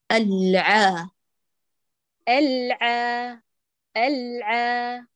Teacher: اخفضي حتى يأتي العين فيه نحول ورقيق لا يأتي مفخم